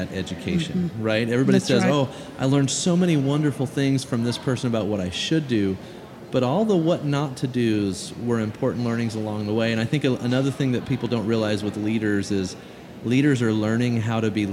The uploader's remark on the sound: takes the podcast on the road once again at the Arkansas Tourism Conference